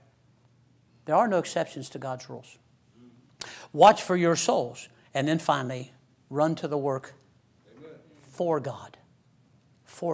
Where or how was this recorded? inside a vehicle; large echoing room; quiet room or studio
large echoing room